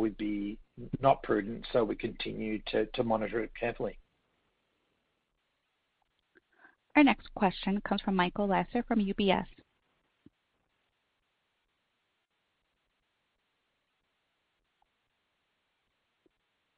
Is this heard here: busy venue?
no